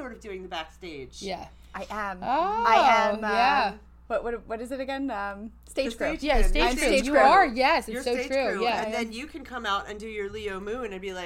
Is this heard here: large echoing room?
no